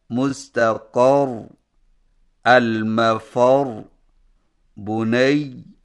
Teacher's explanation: مشدد حرف سے پہلے حرف پر زور دے کر وقف کیا جائے